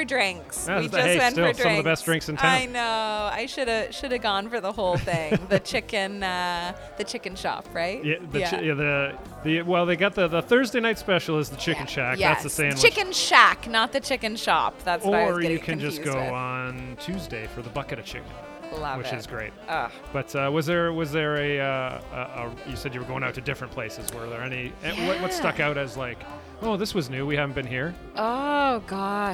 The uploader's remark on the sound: go live from AOK Craft Beer + Arcade Bar in Downtown Kitchener